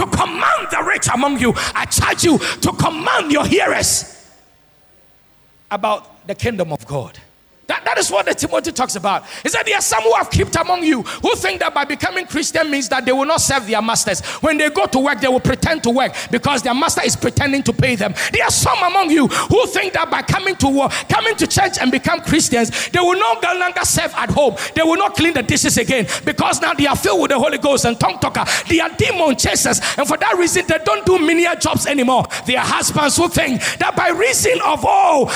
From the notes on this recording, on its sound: Sermon preached at CBC Adabraka Campus